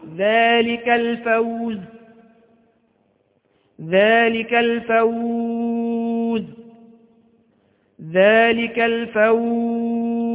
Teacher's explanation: ثلاثة مدود مع السكون المحض